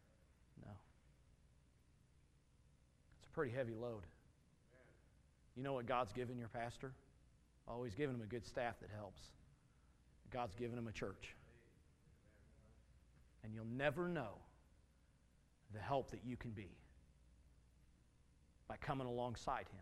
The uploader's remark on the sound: Message from Sunday evening service